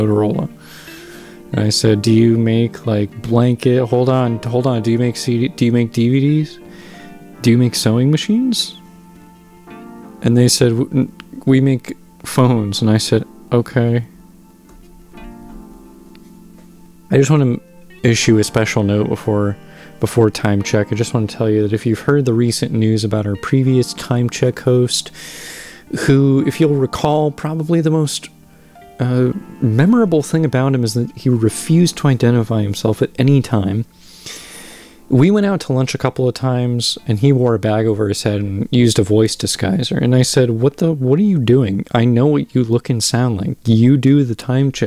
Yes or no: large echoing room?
no